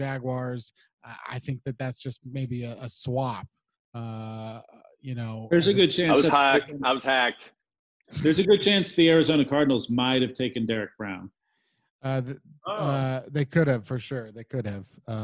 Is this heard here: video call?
yes